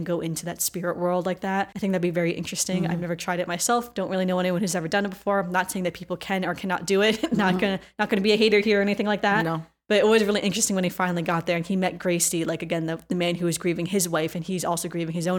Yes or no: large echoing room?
no